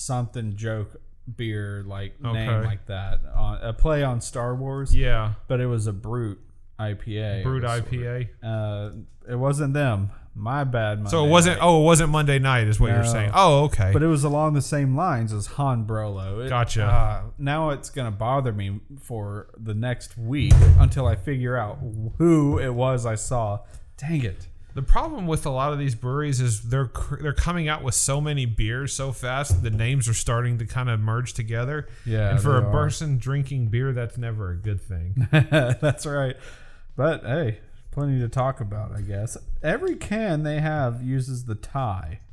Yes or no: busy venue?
no